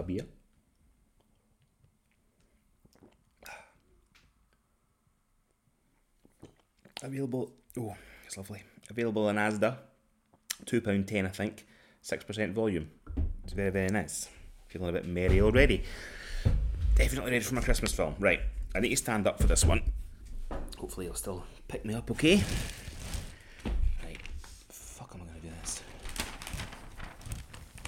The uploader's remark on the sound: He also has new microphones and wants to play with them. Wraps Christmas presents while chatting on his new microphone.